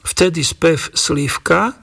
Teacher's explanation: spoluhláska v sa dôsledne spodobovala na f